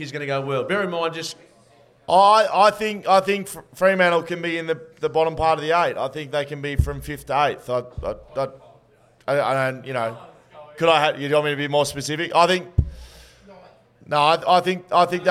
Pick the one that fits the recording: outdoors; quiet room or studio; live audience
live audience